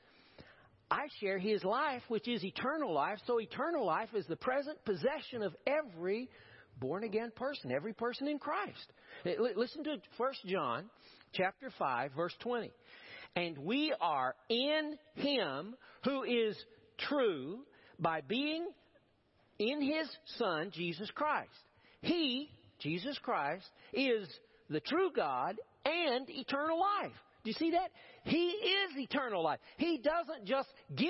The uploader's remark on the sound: Preached at First Baptist Church of Powell, 10/23/2016.